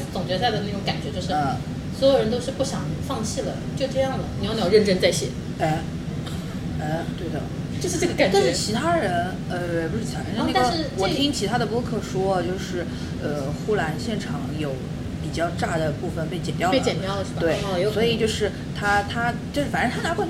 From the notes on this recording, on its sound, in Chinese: 本次录制花费：洋风炭火屋 398元，整2期！